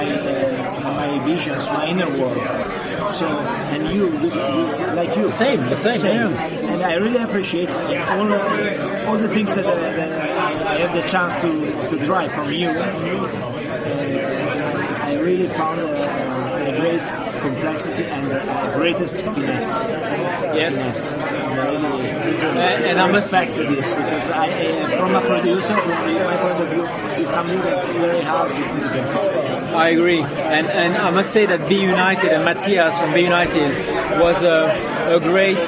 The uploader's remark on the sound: Recorded live at Jimmy’s No.